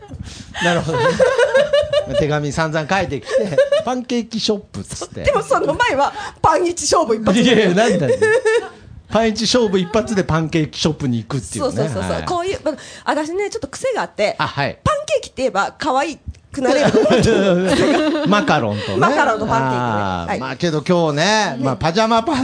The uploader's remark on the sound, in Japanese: 公開収録